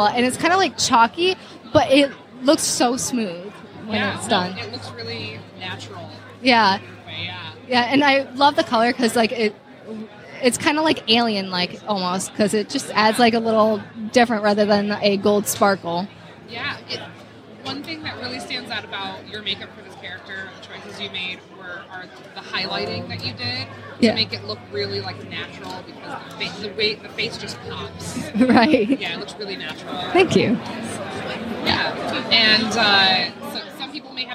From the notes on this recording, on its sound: Live at Astronomicon. Live interview on the floor at Astronomicon!